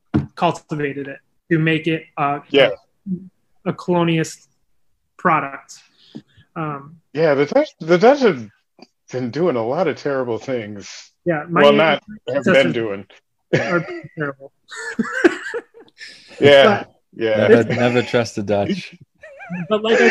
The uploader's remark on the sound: Recorded Live on Zoom